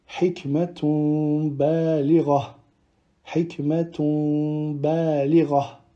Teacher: Donc, pour faire très simple, lorsqu'on voit ce mime au-dessus d'un noun, du coup, le noun, on ne le prononce pas. On va prononcer à la place un mime, mais qu'on va prononcer d'une manière différente, en appliquant ce qu'on appelle le nasillement et ne fermant pas les lèvres complètement. · Term: el-qalb